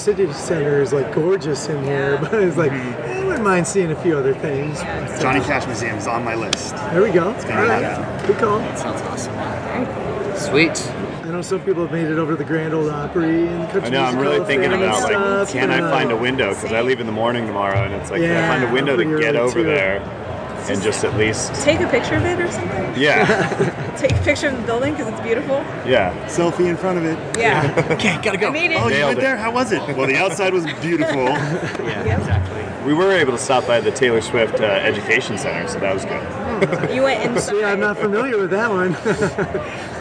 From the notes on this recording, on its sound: Live From #SHAPENashville. Live broadcasts from the exhibit hall at #SHAPENashville.